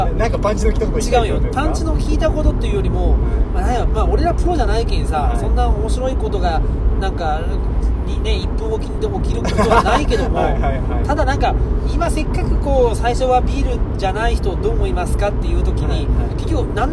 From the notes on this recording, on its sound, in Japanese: 営業中の車の中で